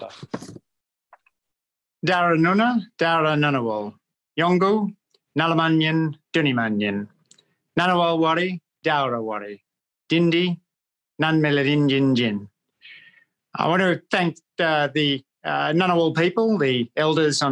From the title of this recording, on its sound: ACEMS Virtual Public Lecture